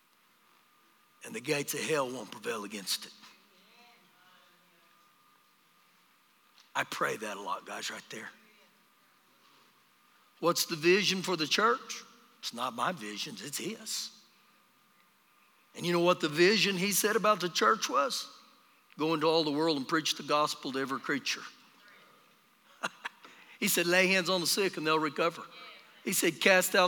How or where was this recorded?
live audience